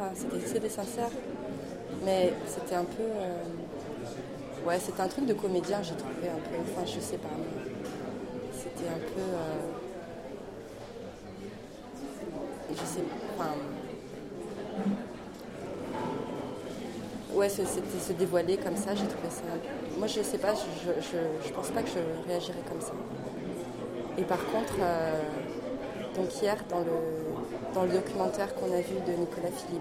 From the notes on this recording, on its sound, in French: Echantillons de voix collectés à l'occasion du Festival Longueur d'Ondes 2013 à Brest.